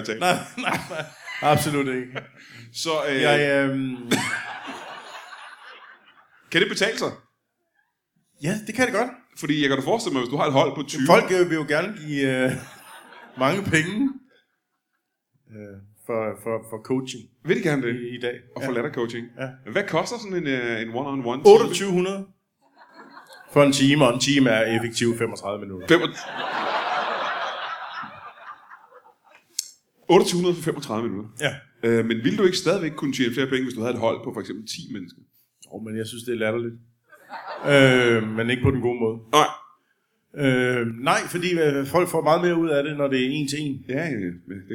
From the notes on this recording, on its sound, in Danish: LIVE fra Aalborg.